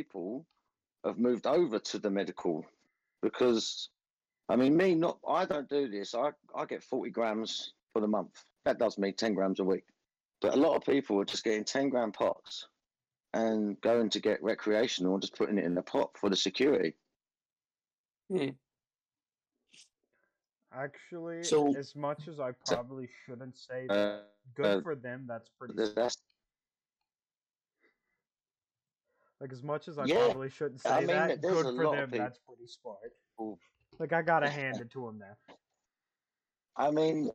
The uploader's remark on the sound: Sorry about the technical difficulties.